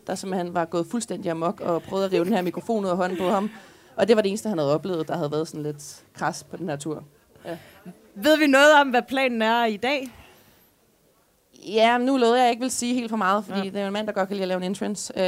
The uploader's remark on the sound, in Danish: Live fra Folkemødet